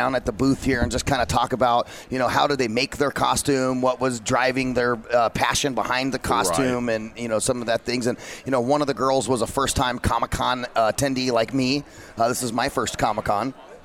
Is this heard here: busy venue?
yes